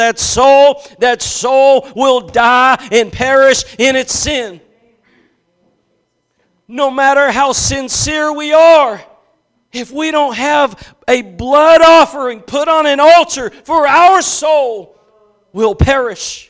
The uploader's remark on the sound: Preached at Gospel Lighthouse in Bossier City, La.